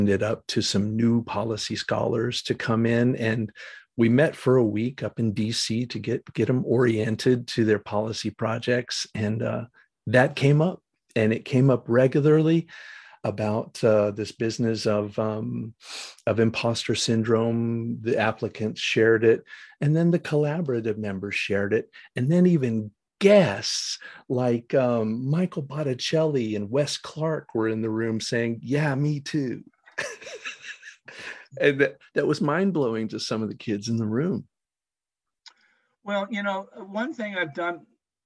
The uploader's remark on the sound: Recorded 10.24.2022 in NC & MD on Zoom